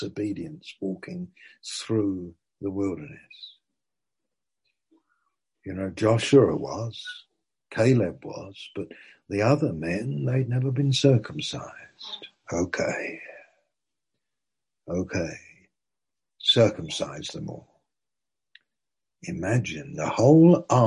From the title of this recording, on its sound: Malaysia Meets (Zoom)